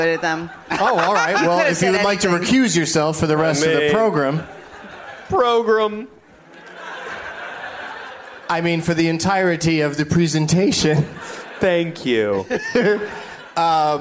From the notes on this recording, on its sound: Live from New York City's Irving Plaza